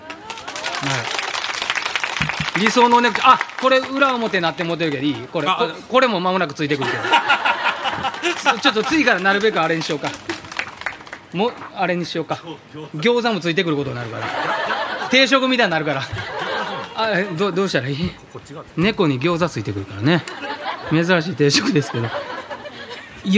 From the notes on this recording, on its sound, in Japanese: スバラDee公録の様子。今回も2回目の公録模様です！